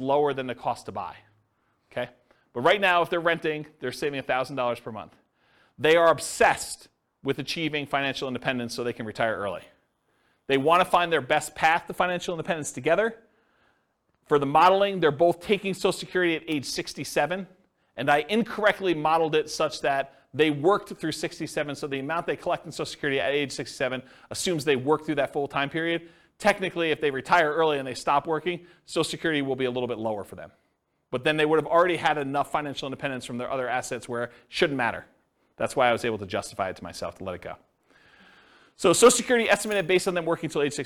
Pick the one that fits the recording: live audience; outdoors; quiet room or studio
live audience